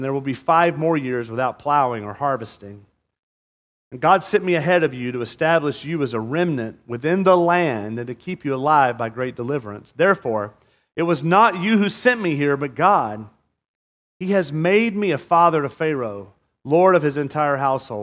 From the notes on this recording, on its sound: At Murrieta Valley Church in Murrieta, California.